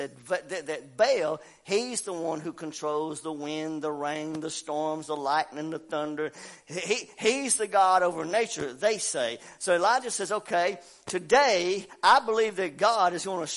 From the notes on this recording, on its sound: WELCOME TO OUR LIVE SERVICE. Family Worship Center in Athens Tennessee.